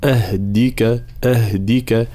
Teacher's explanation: الانتباه في قوله تعالى فاتبعني أهدك صراطا، حرف الدال لابد من بيان معناها. أولا صفات الدال الشدة والجهر، ثم الحركة هنا حركة الكسر